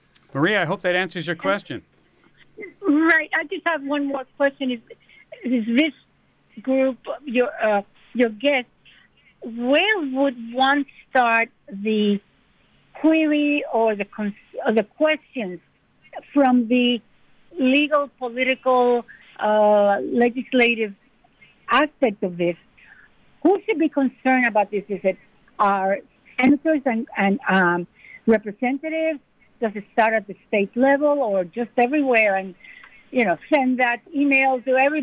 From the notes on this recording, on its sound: Listeners call in.